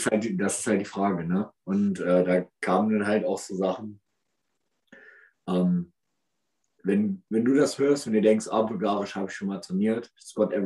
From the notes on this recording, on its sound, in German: Entschuldigt bitte die Verbindungsissues, den Podcast haben wir quasi on the Road aufgenommen.